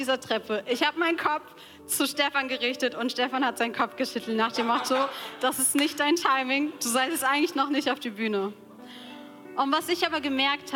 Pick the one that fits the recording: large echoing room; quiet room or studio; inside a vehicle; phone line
large echoing room